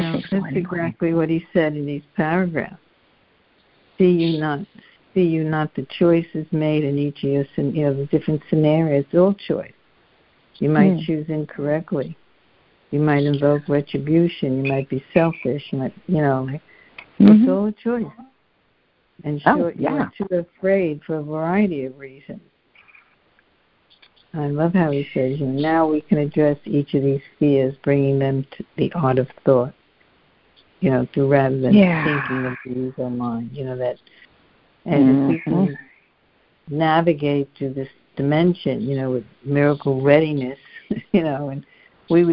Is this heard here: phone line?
yes